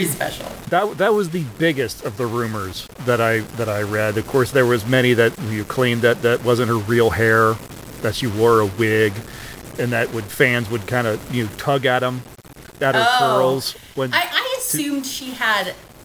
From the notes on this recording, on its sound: There was an error in editing and there are some audio issues